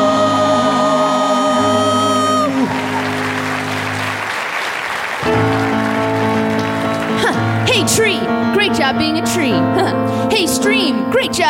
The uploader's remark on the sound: This very special live edition of OFF BOOK from the Now Hear This: Podcast Festival.